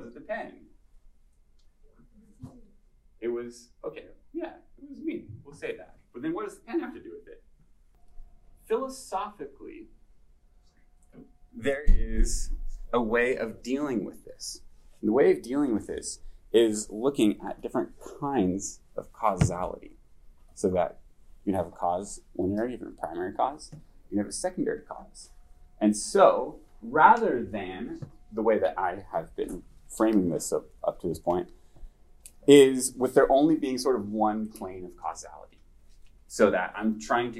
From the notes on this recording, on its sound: This lecture was given at the University of Washington on January 27, 2023.